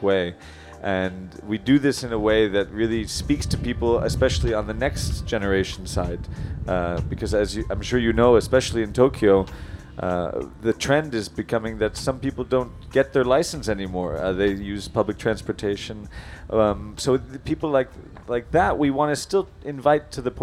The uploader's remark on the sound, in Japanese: Porsche Festival インタビュー。今回は、6/3~6/4に開催されたPorsche Festivalでのインタビューの様子をお届けします。